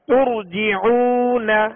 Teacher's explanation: را ساکن سے پہلے پیش ہے لہذا را کو پور یعنی موٹا پڑھیں گے